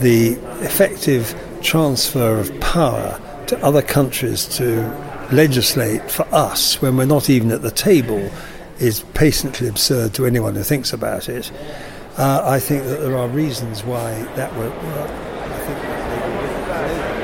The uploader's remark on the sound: an audio postcard from the Tory event in Birmingham